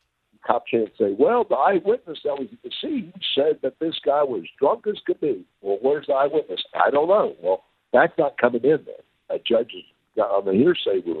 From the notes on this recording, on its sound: Joins us by phone.